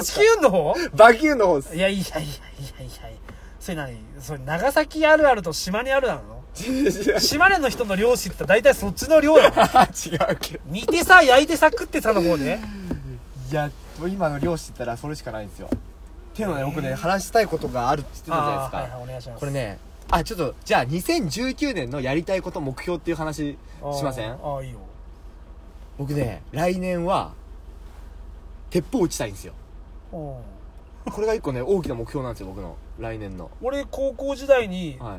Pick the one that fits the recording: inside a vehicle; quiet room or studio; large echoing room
inside a vehicle